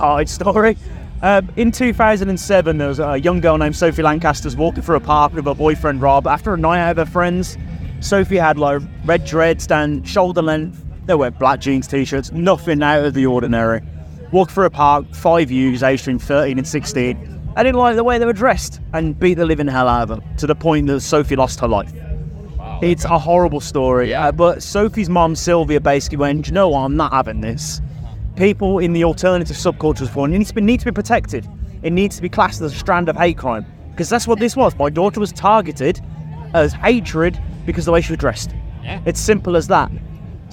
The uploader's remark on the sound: From our 'Live from 2000 Trees 2023' series